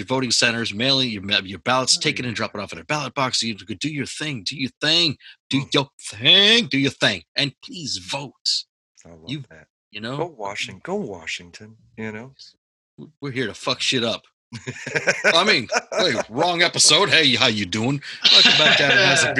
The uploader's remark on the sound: I dragged the zoom file into my software. It ran short by around 30 minutes. I used my MP3 convertor which removes the video and render the audio.